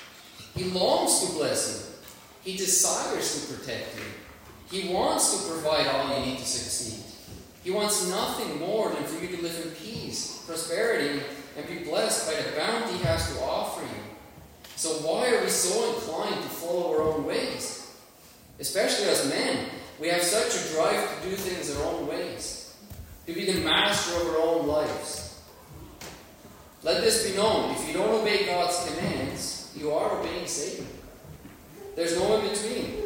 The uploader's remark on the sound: Worship Service. Sorry for the poor sound quality.